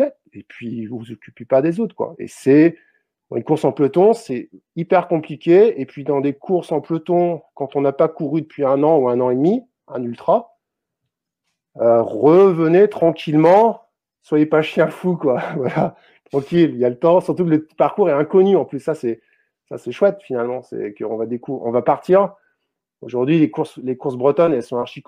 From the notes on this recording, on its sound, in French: À la fin du Webinaire une session de questions/réponses étaient proposées aux participants du Live.